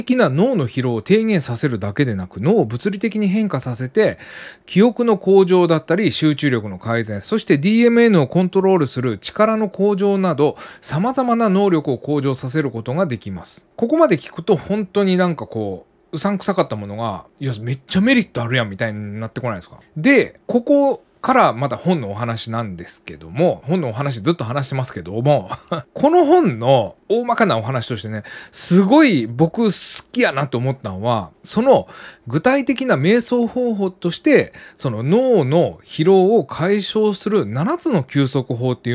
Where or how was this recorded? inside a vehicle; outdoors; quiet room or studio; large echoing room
quiet room or studio